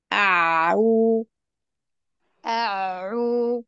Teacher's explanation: هتحسي كأن اللسان كده كأنه بيرجع للخلف، جذر اللسان، وبيضيق الحلق · Term: العين